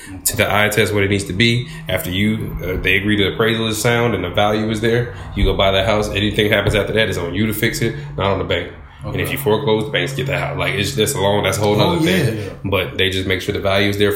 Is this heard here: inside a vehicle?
no